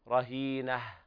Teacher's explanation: فهذه تاء مربوطة حال الوصل فتقلب هاء وقفا